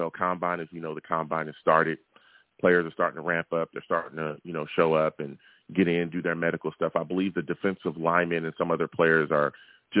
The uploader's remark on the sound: Live at 7pm eastern. I take live callers!